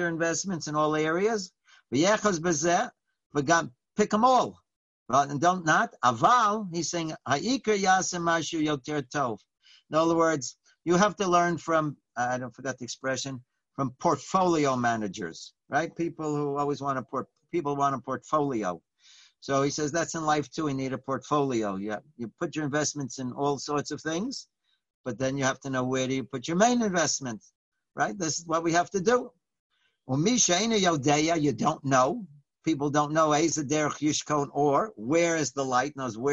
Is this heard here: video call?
yes